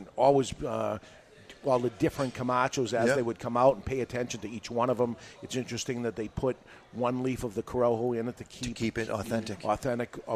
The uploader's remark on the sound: The Camacho American Barrel Aged Tour rolls through Nashua, New Hampshire and we broadcast live from the event at Two Guys Smoke Shop.